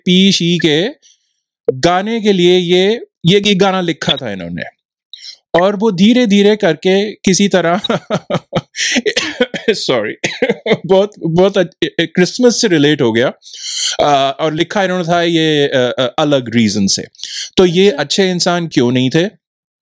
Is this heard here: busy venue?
no